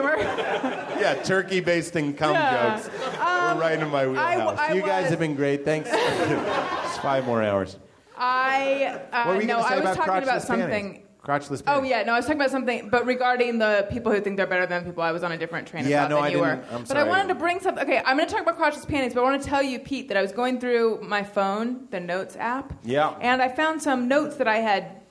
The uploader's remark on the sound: LIVE from Nerdmelt